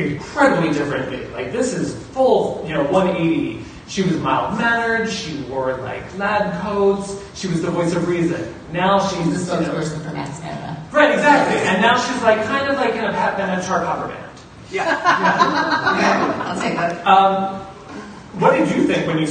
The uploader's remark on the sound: Tumblr HQ Gotham Fan Event. The Gotham Fan Event held at Tumblr Headquarters in New York City. With the audio from the audience question/answer sessions also included.